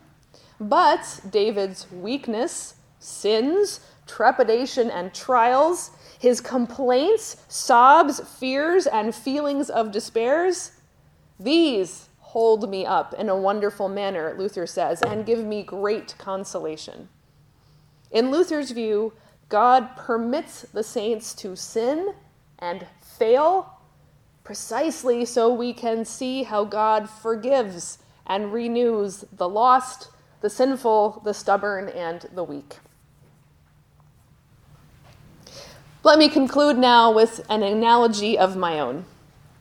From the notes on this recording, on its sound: Lecture at Johannelund Theological School in Uppsala, Sweden, at a daylong conference on Sanctification in Lutheran Perspective.